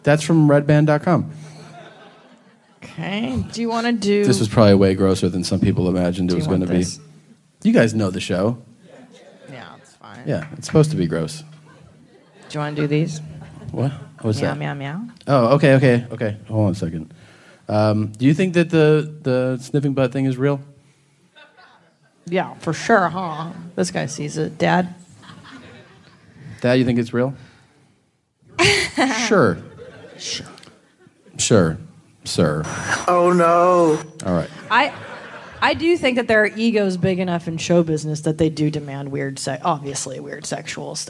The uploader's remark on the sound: It's LIVE from San Francisco (Man Frandisco).